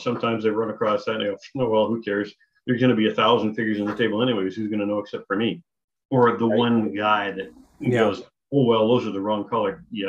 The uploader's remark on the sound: despite a spotty Zoom connection